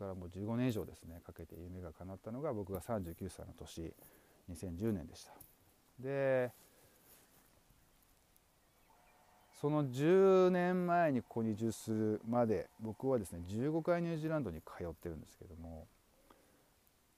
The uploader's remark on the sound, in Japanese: 大地の音と湖畔ウォーク。原生林に囲まれた湖畔を歩きながらのドキュメンタリーモノローグ。